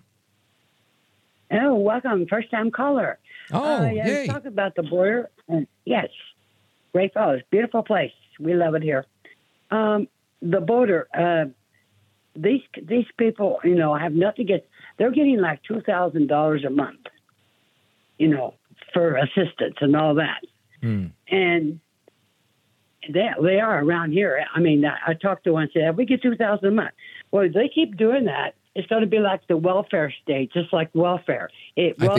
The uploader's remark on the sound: we take your calls in open phones across America